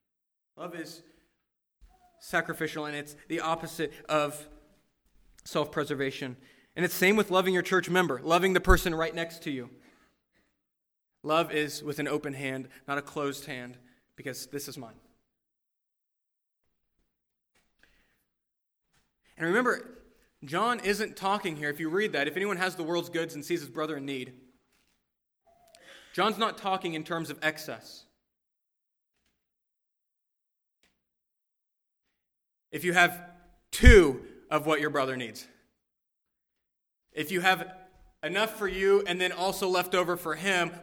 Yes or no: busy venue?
no